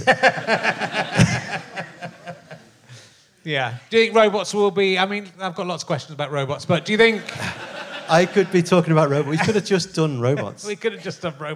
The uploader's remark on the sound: back at the Liverpool Playhouse